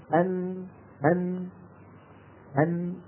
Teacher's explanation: فإذا الأنف وفتحتاه هما ليسا مصدر التصويت وإنما هما ممر الصوت. الصوت عم ينشأ مو بالأنف وإنما بالتجويف اللي وراه · Term: الخيشومي